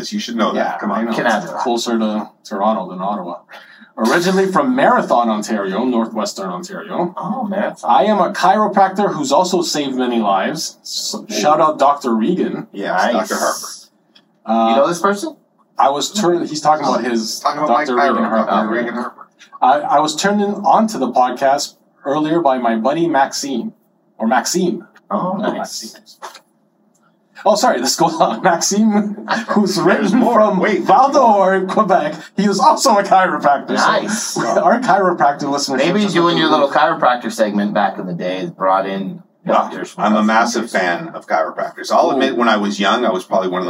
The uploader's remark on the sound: recovered from a laptop room recording, please excuse the restored audio quality